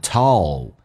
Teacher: 先发 E,再发 U,然后舌尖再抬起来很饱满